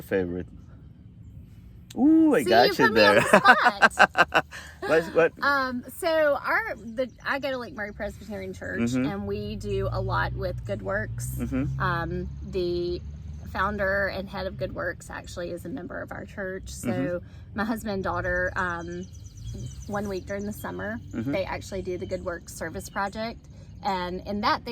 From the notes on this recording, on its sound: The golf tournament organized by the Chapin Woman’s Club, recorded our first episode outdoors.